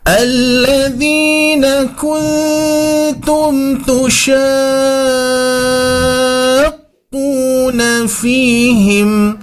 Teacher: Nah, di sini kita berikan nabr atau hentakan sedikit ya, karena mad bertemu dengan tasydid